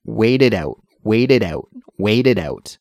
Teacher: that final T sound in wait is actually transferred more to a D sound when we say it quickly